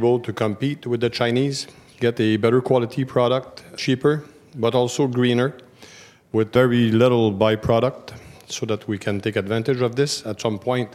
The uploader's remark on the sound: This episode features the Battery Metals panel at The Northern Miner's 2019 Progressive Mine Forum in Toronto.